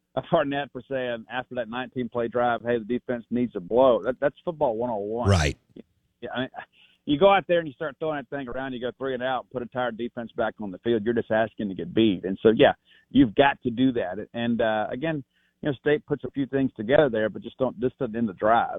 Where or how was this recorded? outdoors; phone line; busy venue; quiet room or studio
phone line